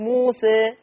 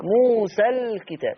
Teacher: حال الوقف على كلمة موسى هتقف بالتقليل أما وصلا موسى الكتاب ليس فيها شيء